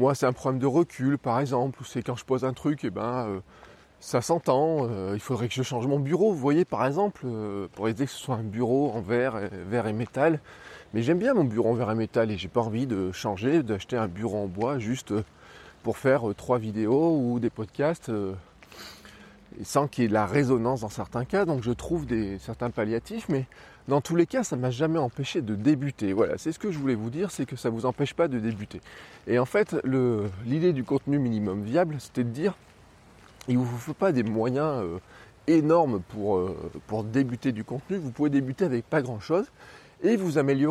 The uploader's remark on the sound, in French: j'enregistre ce podcast dans la rue avec simplement mon iPhone